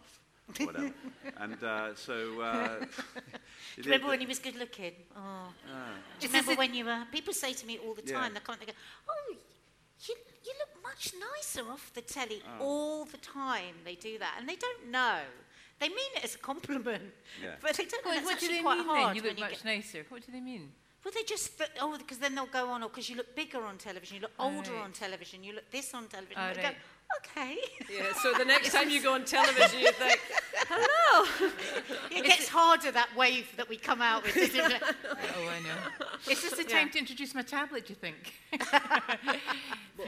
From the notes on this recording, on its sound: Live at the Edinburgh Fringe. This week at the first ever Live podcast recording.